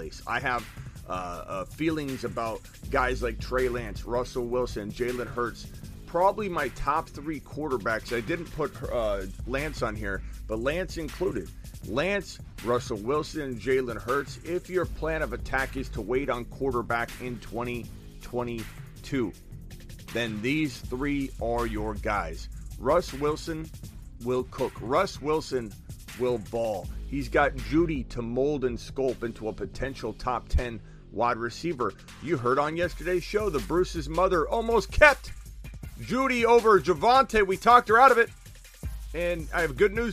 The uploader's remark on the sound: Video Show. Phone calls for over an hour.